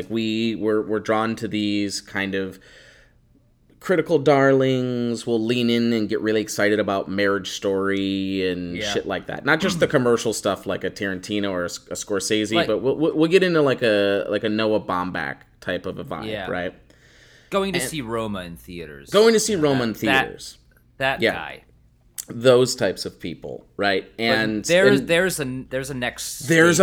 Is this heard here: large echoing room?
no